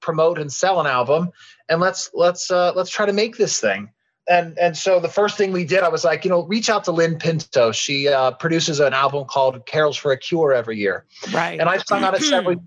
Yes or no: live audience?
no